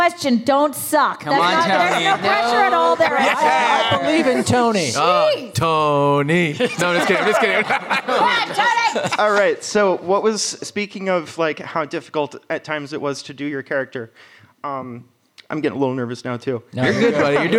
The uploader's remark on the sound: Recorded at RI Comic-Con 2021.